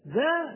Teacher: نلاحظ أن فيها بعض المد، ليس كذلك؟ فهناك حرف ألف ساكن · Term: المد الطبيعي